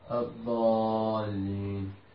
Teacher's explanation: مد الألف هنا ست حركات · Term: مد لازم كلمة